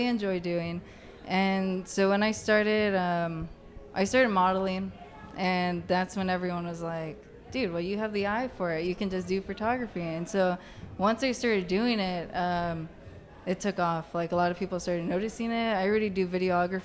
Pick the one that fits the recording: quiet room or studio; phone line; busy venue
busy venue